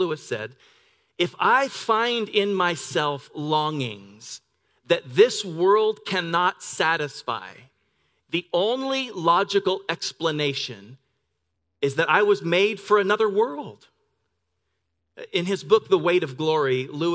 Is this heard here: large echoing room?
yes